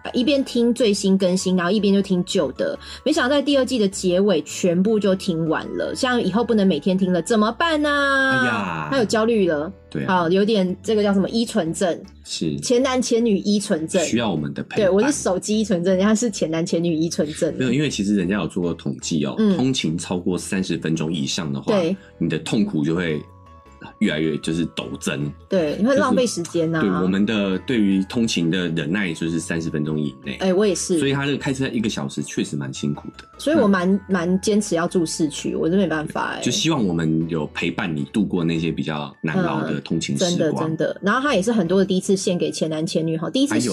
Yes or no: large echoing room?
no